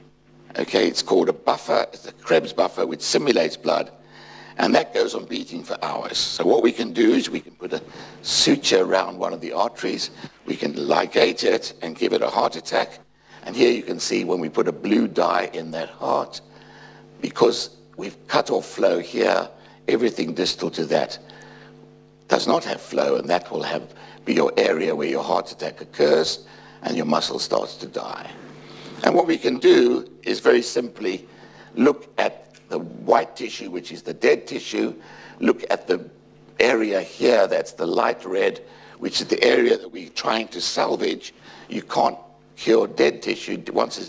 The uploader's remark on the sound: UCL Lunch Hour Lecture.